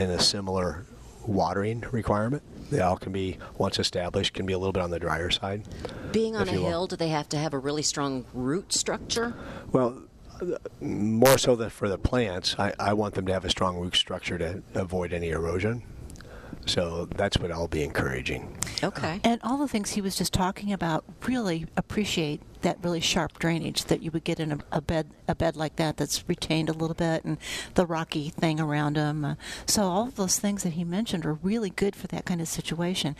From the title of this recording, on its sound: Live at Prairie Gardens